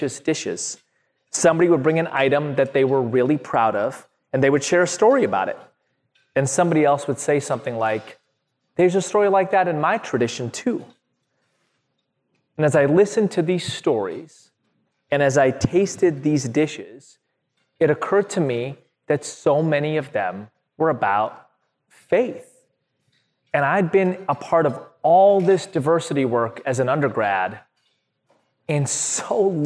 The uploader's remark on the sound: This panel discussion was a part of the opening plenary at the 2022 Interfaith Leadership Summit.